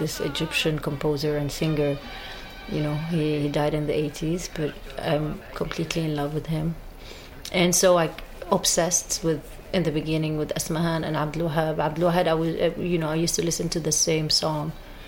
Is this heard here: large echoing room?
no